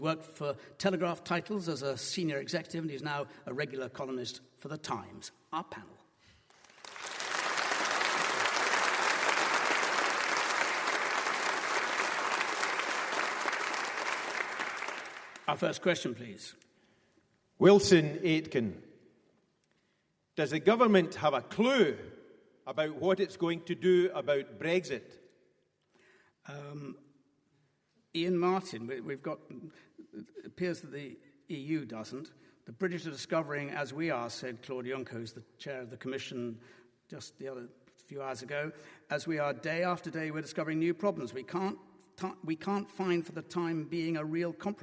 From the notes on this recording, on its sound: political debate from Wellington Church, Glasgow